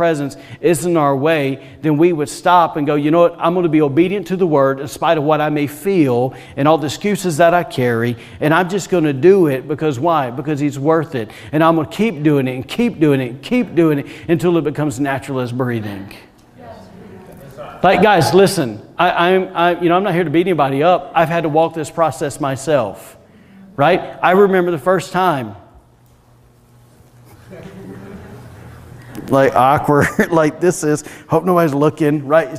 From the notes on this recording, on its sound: was recorded on Sunday, May 2nd, 2021, during service at The Anchor Church in Rockport, Maine